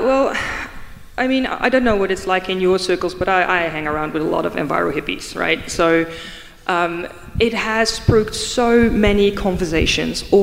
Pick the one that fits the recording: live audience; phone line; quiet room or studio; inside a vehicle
live audience